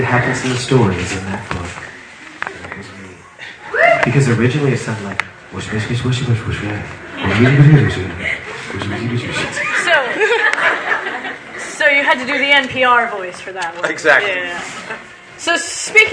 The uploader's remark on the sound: Here's the audio to our interview from Anime Festival Orlando 2007. None of us have ever done a live interview before prior to this.